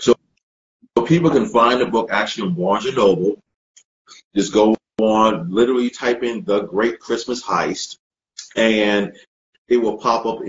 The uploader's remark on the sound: part of a series of Instagram Live interviews